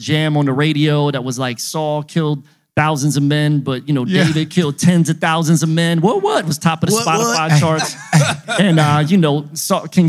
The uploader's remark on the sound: We are live, in the building. For his new book release party! This podcast was recorded before a live studio audience.